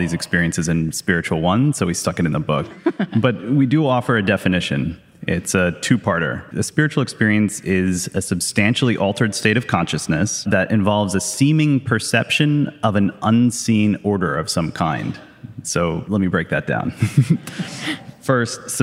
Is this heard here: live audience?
yes